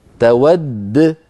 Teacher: مشددة لما تقف عليها لابد من قلقلة الدال تود فتقف بدالين الدال الأولى مدغمة والثانية ساكنة مقلقلة · لما تقف عليها لابد من قلقلة الدال تود فتقف بدالين الدال الأولى مدغمة والثانية ساكنة مقلقلة تود وهكذا